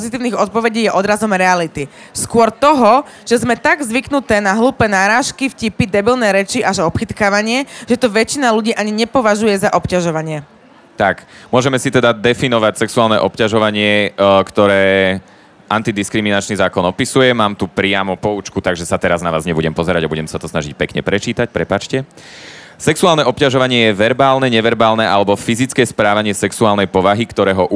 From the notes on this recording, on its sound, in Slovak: live priamo na evente Profesia days v Starej tržnici